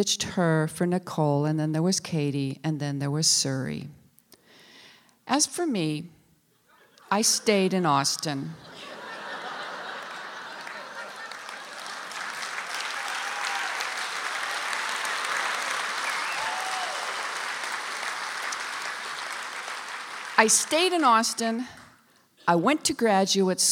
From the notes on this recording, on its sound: The Moth Live in Austin, TX